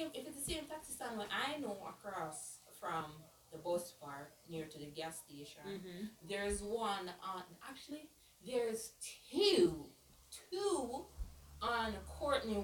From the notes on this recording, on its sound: We were having some difficulties with the audio and the account but we are back for good.